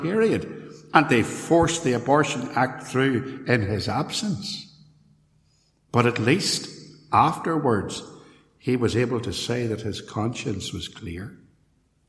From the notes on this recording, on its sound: a sermon preached at Templepatrick Reformed Church